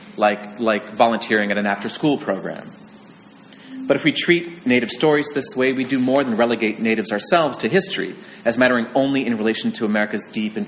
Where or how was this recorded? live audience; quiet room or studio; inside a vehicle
live audience